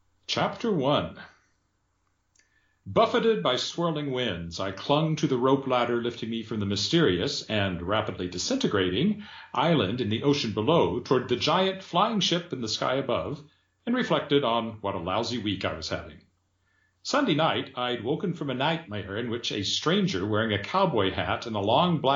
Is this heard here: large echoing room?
no